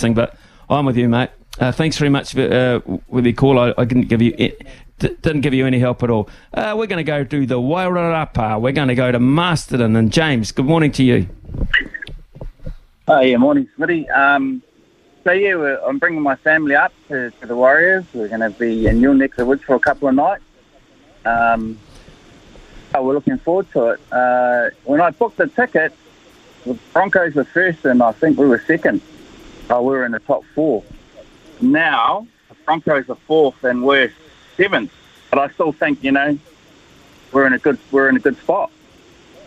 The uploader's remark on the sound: We've thrown the phonelines open